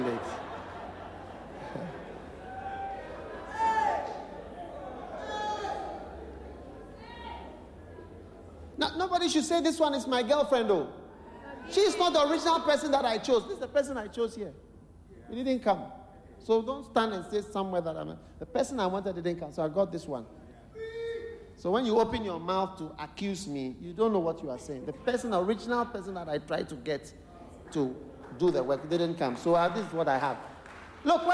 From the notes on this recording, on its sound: Preached at the Qodesh